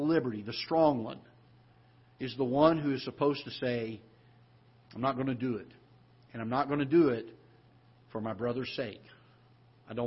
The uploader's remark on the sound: Ketha Heights Baptist Church ~ Live Broadcast